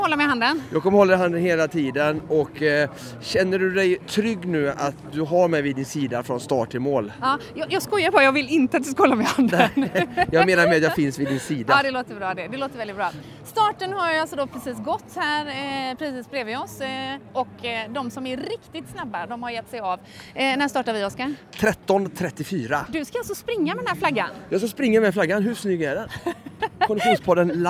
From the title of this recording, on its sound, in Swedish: Göteborgsvarvet live